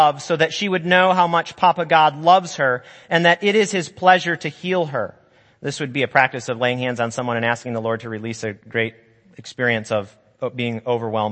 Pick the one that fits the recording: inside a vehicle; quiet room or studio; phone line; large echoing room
large echoing room